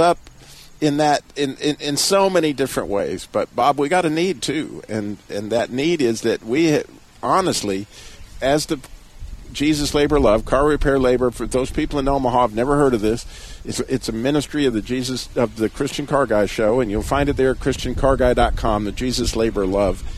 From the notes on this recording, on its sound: The Christian Car Guy is Live from Abbott's Frozen Custard in Clemmons, NC.